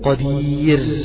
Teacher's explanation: بقى ده نطقي السليم له، ما أقولش قدير، لا، ياء ساكنة لابد أن ترقق الراء التي بعدها الموقوف عليها · Term: الراء مرققة